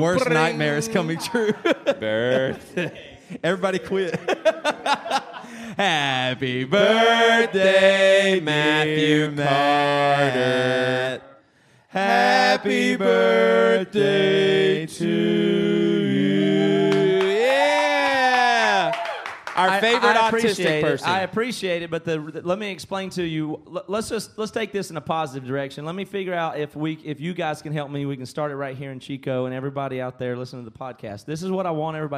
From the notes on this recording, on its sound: LIVE in Chico, CA Living Room. This is the 3rd of 4 live episodes from our recent living room podcast tour.